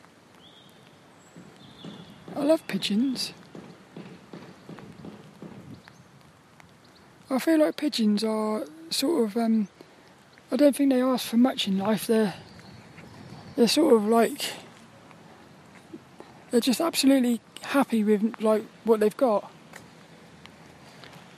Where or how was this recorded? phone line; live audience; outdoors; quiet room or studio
outdoors